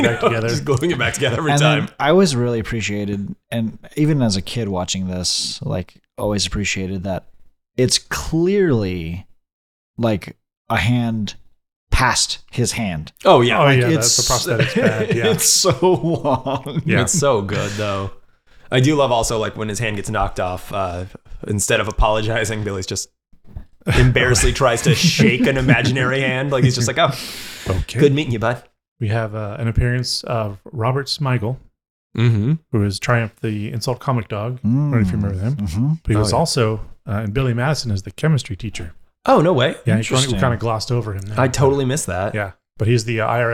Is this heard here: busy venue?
no